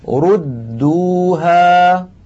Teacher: لو تأملنا هذه الكلمة يا إخوان نجد بأن الحرف الأول كلمة ردوها، الحرف الأول فيها حرف مضموم وهو الراء، ثم بعده دال مشددة، أي فيها دالان، دال ساكنة وبعدها دال مضمومة. فعلى القارئ أن يضم شفتيه عند النطق بالراء، فإذا وصل إلى الدال الأولى وهي الساكنة عليه أن يعيد شفتيه إلى الوراء ثم يضمهما مرة ثانية للدال المضمومة · Term: ضم الشفتين